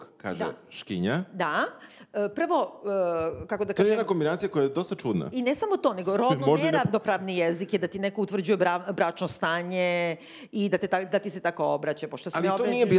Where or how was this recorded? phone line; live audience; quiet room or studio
live audience